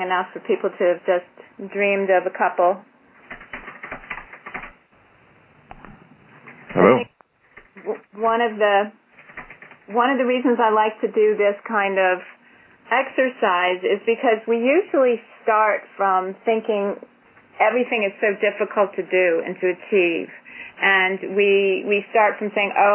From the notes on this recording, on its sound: Call recorded on January 26, 2012.